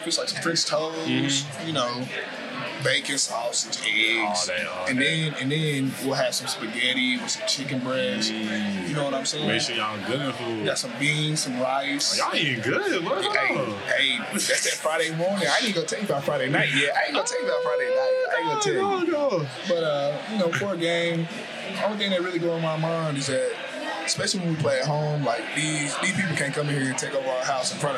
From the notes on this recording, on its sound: Recorded at Eskimo Joe's on Wednesday, November 8, 2023.